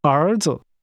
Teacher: Sons is pronounced with rising and falling rising tones.